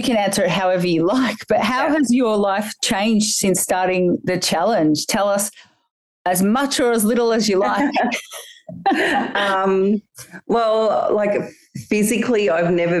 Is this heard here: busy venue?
no